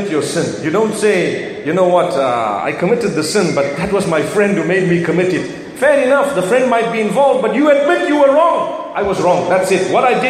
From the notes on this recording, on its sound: From the Light Upon Light Conference in Birmingham.